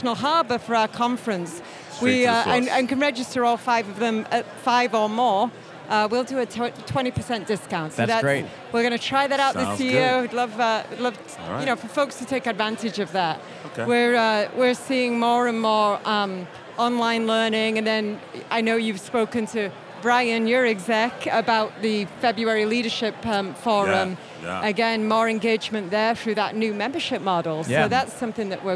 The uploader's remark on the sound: Today we’re coming to you LIVE from the ASBO New York Education Summit trade show floor. Flag down those passing by to get their take on such a wonderful organization!